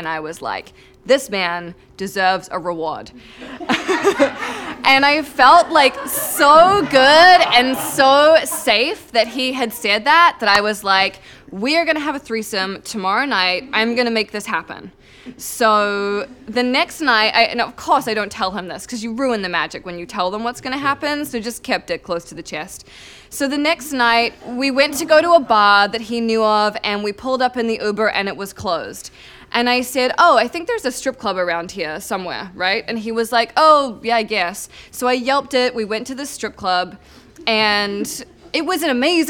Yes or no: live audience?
yes